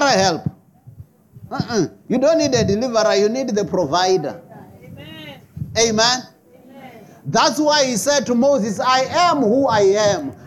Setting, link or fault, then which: setting, large echoing room